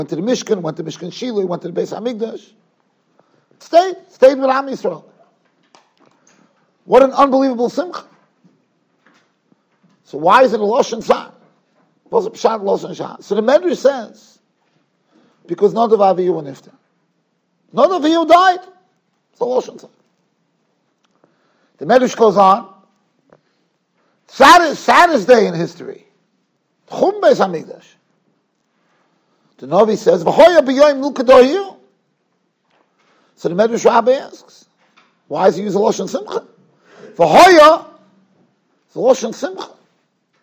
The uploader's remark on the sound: Shiur recorded in Yeshivas Ohr Reuven, Monsey NY.